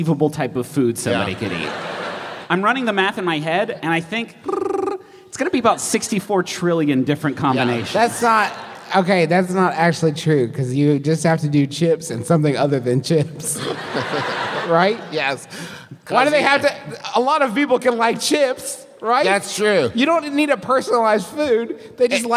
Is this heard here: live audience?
yes